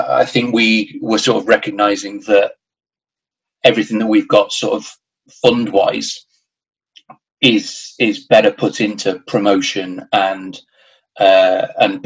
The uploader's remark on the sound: I sit down over Zoom. The cats joined us… Zoom calls huh.